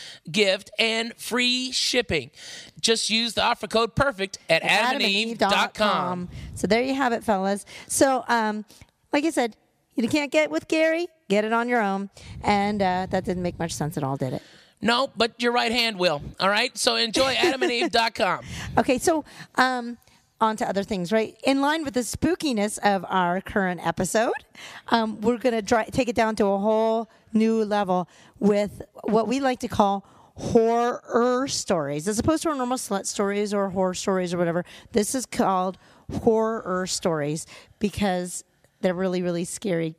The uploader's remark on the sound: live from Mercy Lounge